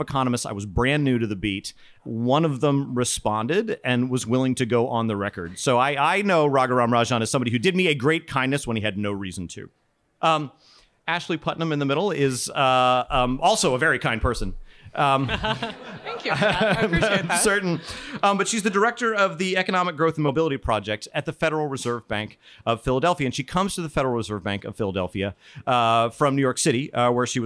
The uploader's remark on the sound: Alphachat Live! In a live conversation recorded at Penn Social, a bar in Washington DC.